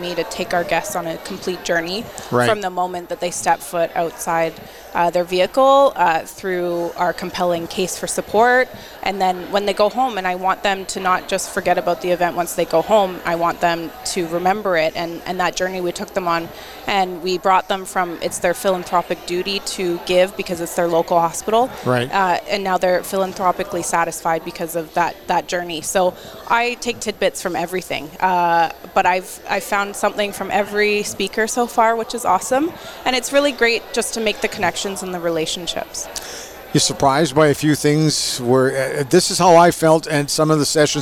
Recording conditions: busy venue